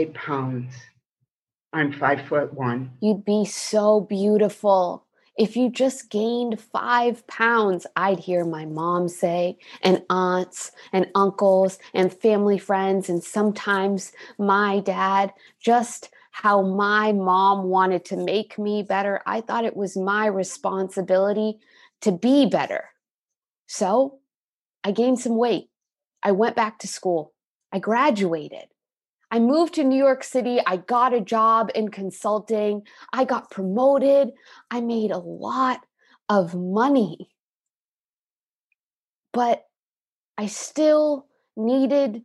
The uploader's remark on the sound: Our two feature truelogue stories are from GRIT's live (virtual) event in June 2021.